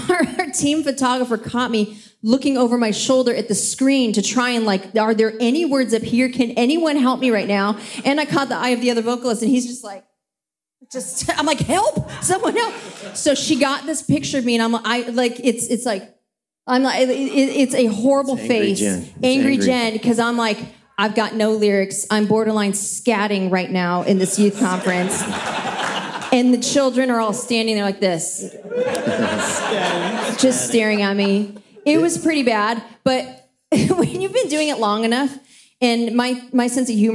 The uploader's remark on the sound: LIVE from Experience Conference 2023 at Disney's Coronado Springs Resort in Orlando, FL recording with a tremendous audience!